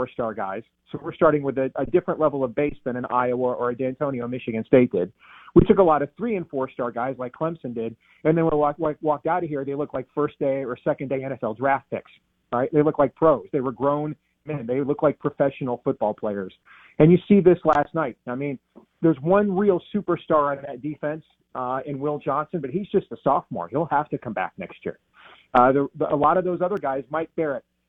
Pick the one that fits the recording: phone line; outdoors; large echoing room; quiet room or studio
phone line